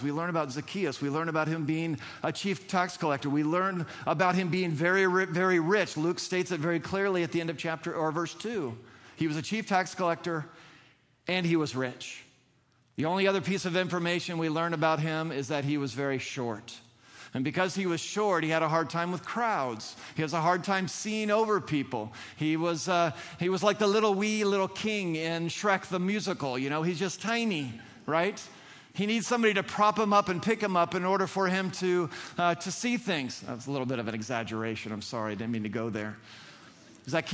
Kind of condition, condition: setting, large echoing room